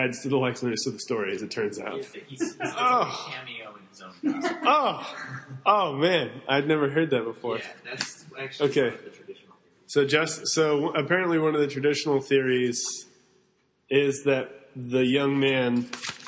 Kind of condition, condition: setting, live audience